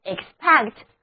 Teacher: 那第一个字母 e 要读作短的 e，而第二个字母 e 要读作 a，重音第二个音节